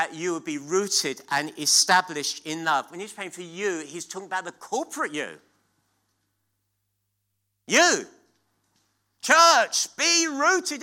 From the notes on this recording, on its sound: at King's Church, Cockermouth